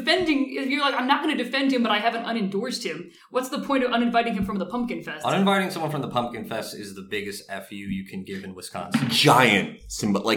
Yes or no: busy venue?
no